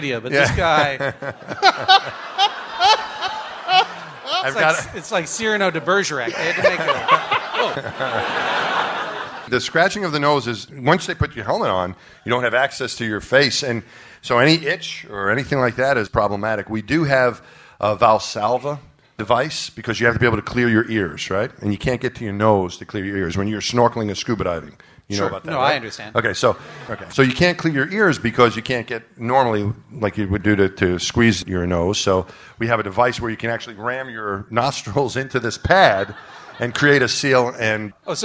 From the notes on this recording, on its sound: Live at the Bell House. At the Bell House in Brooklyn, NY. For our second show in front of a live audience.